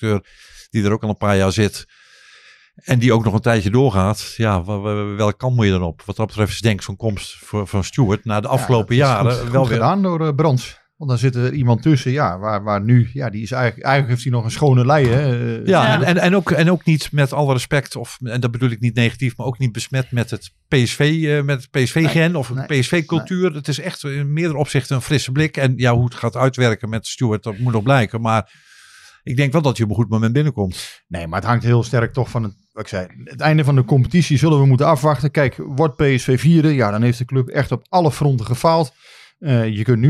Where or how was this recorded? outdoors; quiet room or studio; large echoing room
quiet room or studio